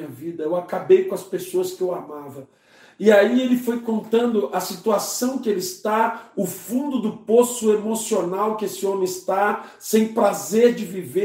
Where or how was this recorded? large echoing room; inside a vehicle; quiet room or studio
large echoing room